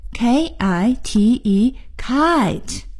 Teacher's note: 是由 a 到 e 滑动的这个双元音